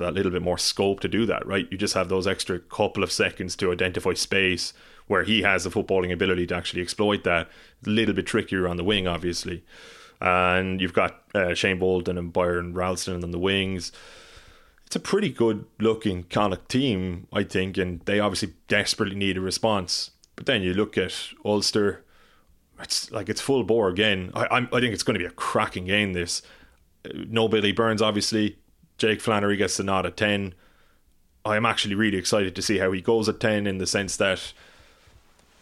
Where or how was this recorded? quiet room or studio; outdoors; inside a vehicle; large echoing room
quiet room or studio